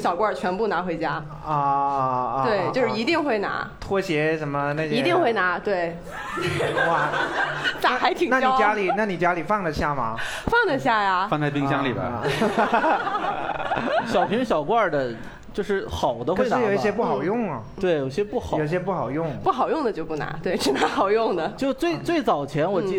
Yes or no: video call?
no